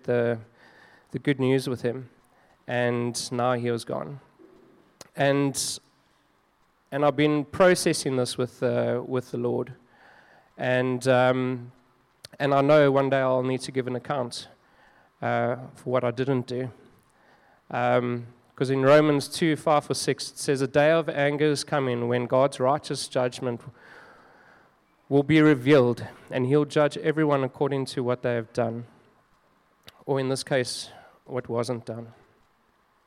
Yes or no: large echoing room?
yes